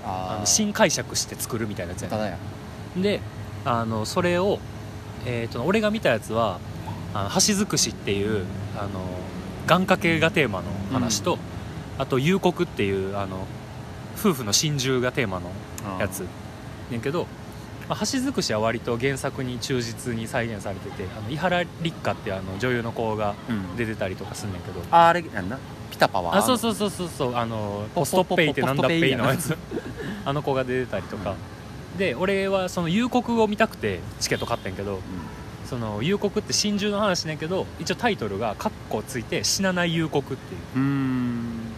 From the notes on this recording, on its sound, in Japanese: 居酒屋が復活するとのことで、アフタートークはそこで収録しよう！気付けば高瀬川沿いで。